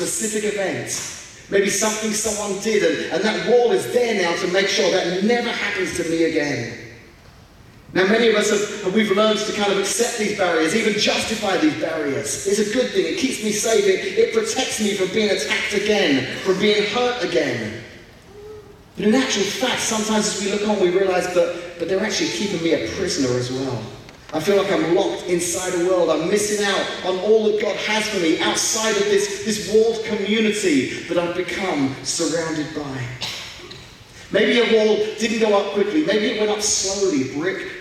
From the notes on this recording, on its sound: We apologize for the poor audio quality of this podcast